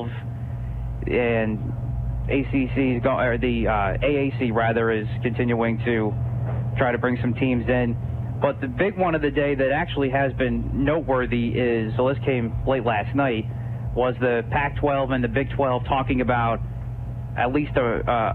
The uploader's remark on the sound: Live at the Purdy Golf Tournament. Live at the Greater Susquehanna Valley YMCA Purdy Golf Tournament with live coverage.